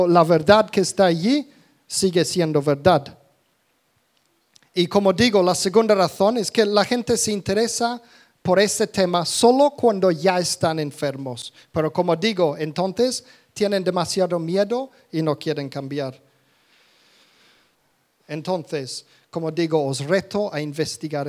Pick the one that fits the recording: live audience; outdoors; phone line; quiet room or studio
live audience